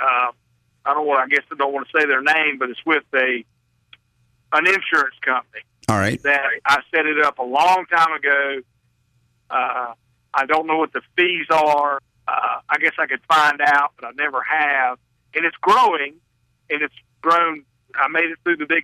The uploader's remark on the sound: Financial planning call-in show.